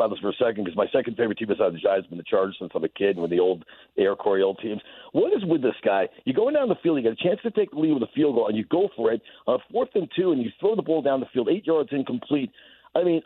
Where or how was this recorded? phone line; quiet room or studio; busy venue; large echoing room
phone line